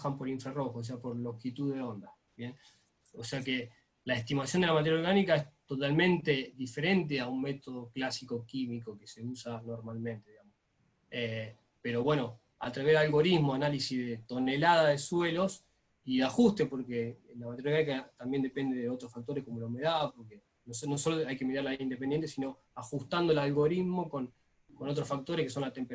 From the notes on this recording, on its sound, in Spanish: JORNADA REALIZADA VÍA ZOOM. JORNADA REALIZADA VÍA ZOOM.